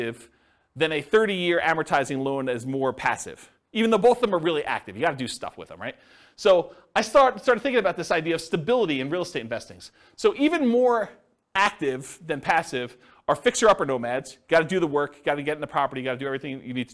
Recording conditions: live audience